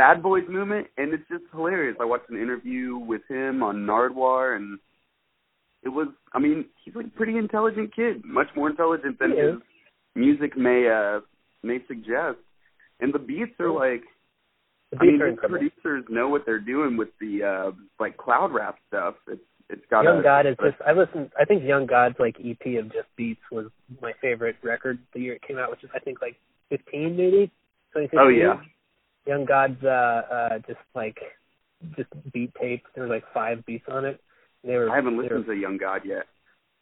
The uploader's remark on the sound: I downloaded a call recorder on my phone for $10 and recorded this bad boy in the car